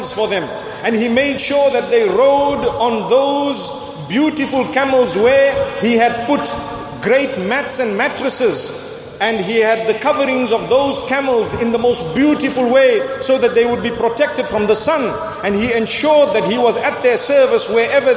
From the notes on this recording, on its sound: Delivered at Tuanku Mizan Zainal Abidin Musjid